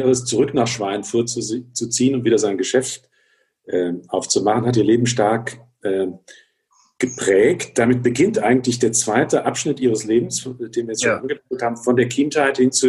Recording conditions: video call